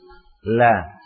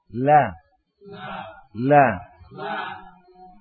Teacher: Kalau huruf L kita, ini adalah ujung lidah dengan gusi gigi seri atas. · Shown in: first take